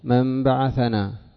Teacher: في الكتابة تبقى نونا، وفي النطق تقرأ ميما · Term: إبدال الميم من النون